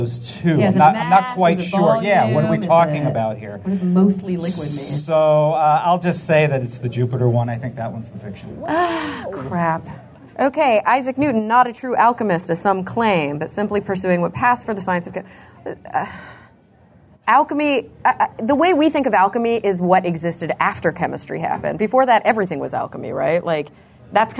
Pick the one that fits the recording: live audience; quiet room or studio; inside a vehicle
live audience